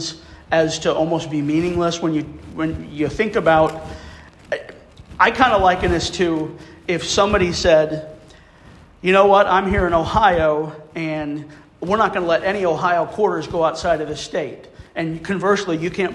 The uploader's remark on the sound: Guest speaker at a meeting of the Cincinnati Numismatic Association, who graciously provided a recording.